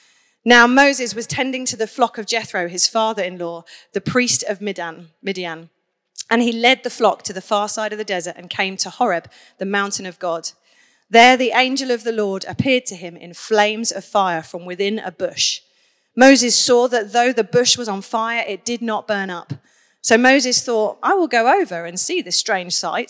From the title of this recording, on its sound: Onelife Conference 2023